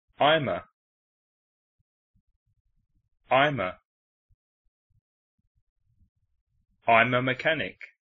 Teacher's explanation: El sonido vocal se une con el último sonido de I'm.